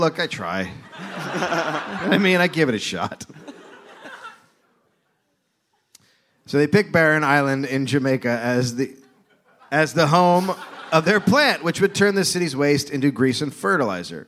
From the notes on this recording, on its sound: Record a live podcast in Brooklyn.